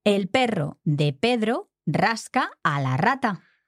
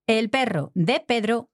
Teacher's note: we've got all double R sounds, like strong R sounds in there, even though some are just single R's in terms of the spelling